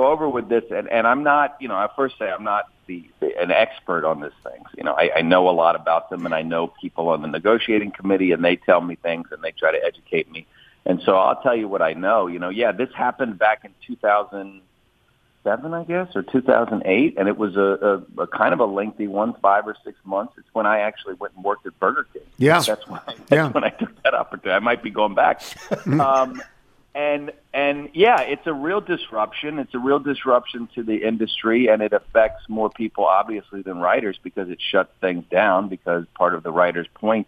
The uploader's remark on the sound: Calls. Phones.